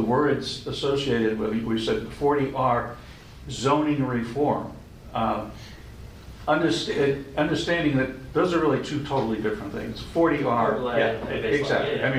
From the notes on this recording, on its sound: This session of the radio show shares the audio recording of the Economic Development Subcommittee. In the Council Chambers with all 4 members participating in the Council Chambers.